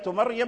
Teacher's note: فكلمة مريم الراء ساكنة والياء وقعت بعد الراء وهي متحركة، فكلمة مريم بالتفخيم، بالتفخيم.